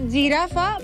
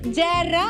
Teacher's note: La G i la J tenen el mateix so, alveolar africat sonor.